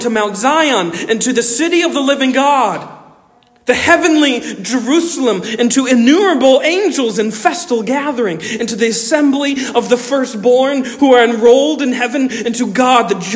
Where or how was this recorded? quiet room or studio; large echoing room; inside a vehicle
large echoing room